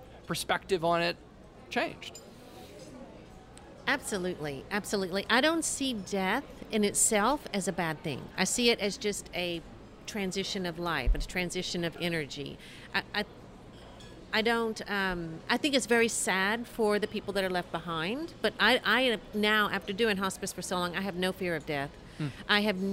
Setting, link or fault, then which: setting, busy venue